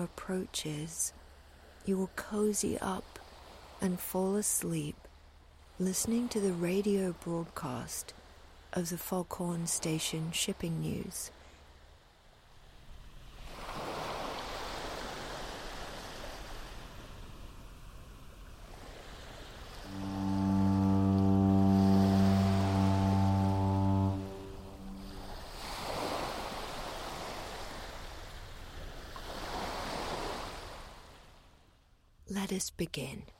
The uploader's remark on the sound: During the introduction you will hear a foghorn, and ocean waves. The rest of the episode is in silence.